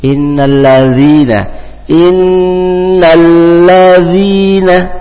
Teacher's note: huruf dha, ujung lidah digigit dengan gigi atas dan bawah, keluarkan sedikit